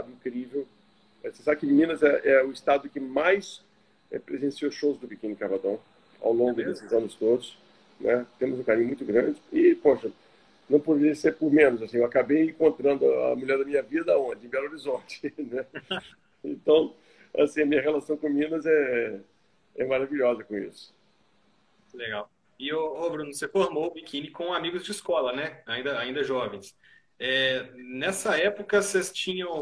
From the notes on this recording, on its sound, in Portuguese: ao vivo no Instagram da Alvorada FM